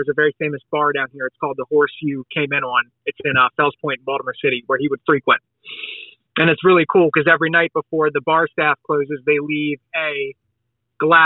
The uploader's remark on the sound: I sit down via phone